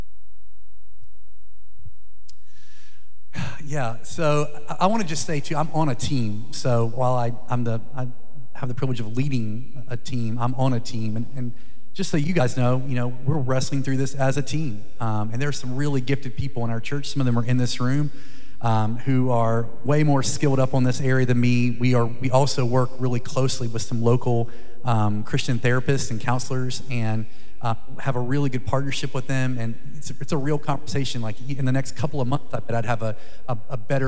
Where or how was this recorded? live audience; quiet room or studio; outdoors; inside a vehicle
live audience